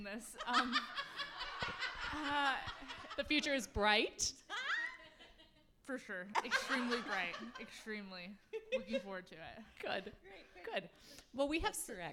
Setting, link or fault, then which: setting, live audience